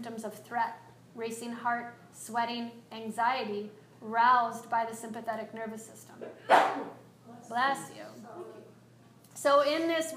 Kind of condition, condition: setting, live audience